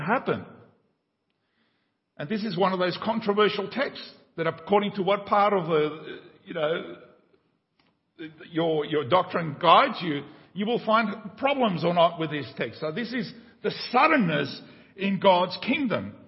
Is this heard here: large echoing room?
yes